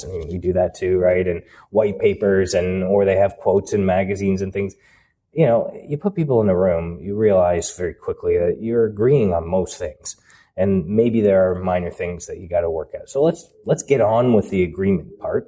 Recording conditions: busy venue